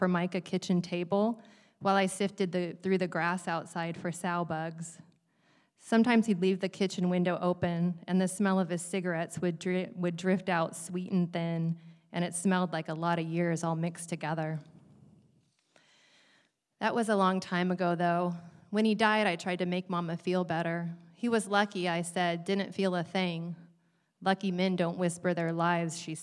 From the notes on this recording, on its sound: It is the 2017 Emerging Voices Final Reading, live from the Skirball Cultural Center.